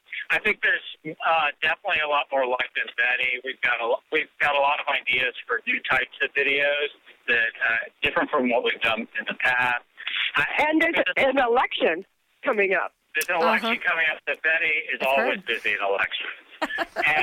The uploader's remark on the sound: This is our first time trying to host four people on the same phone call, so the audio's not always ideal, but hopefully it's all still audible!